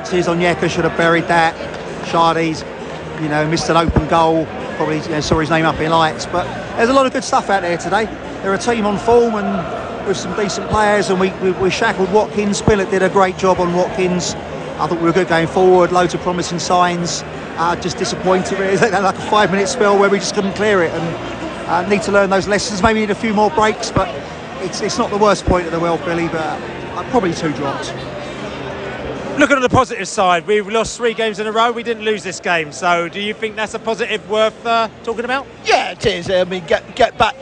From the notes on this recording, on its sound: Post-Match Podcast from the Stands. In the Globe after the match.